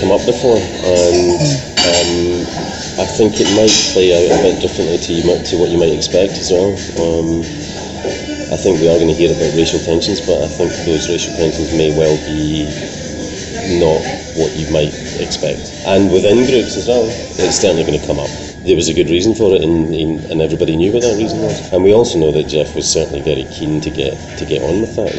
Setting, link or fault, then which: setting, busy venue